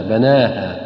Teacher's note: خامسا، ويراعى أيضا عدم زيادة المد الطبيعي في الوقف والوصل أكثر من حركتين، مثل بناها، ففي حالة الوقف نقف هكذا والسماء وما بناها، البعض يقف خطأ والسماء وما بناها، مقدار المد في الهاء مثل النون التي قبلها